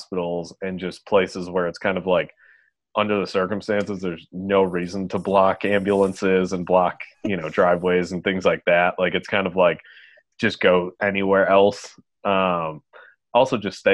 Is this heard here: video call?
yes